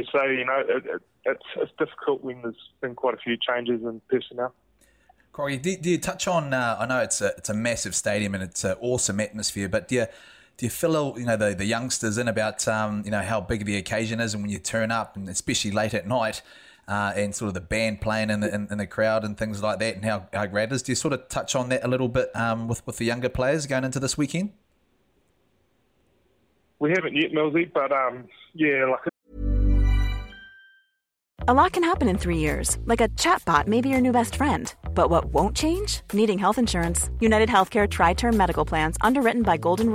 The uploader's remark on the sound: Get a double dose of All Blacks on the phone. Calls in from Pau. Pauses his Paris dinner for a chat.